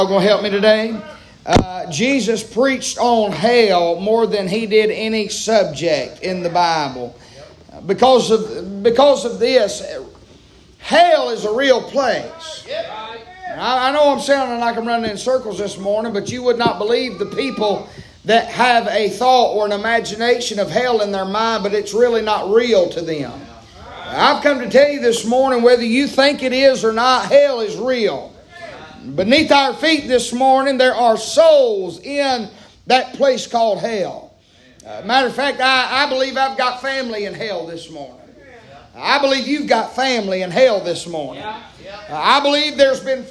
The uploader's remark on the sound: preaching live from Still Water Baptist Church